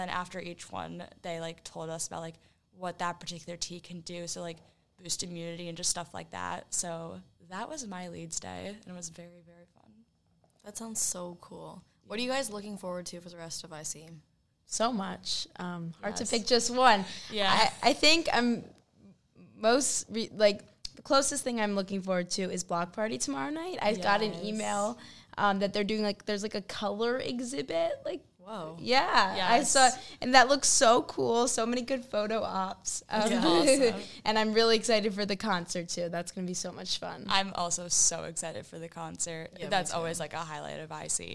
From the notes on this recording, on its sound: we are LIVE from International Convention 2023